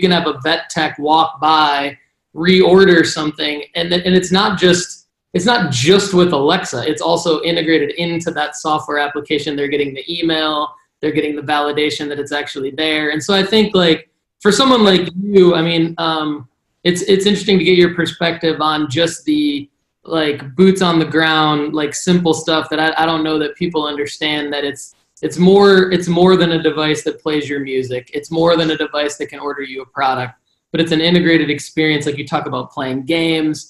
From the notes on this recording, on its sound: Via Zoom Conference. Myself from my office in Valencia, Spain. I assume from his office in Seattle.